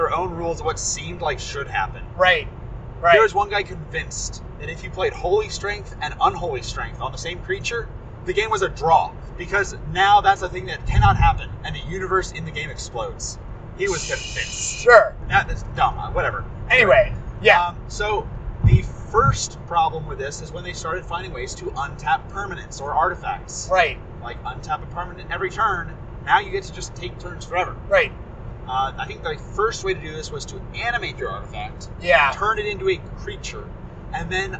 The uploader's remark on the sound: Grand Prix Louisville Road Trip Part I. (Seriously, we recorded this episode on the highway, and we apologize for the road noise.)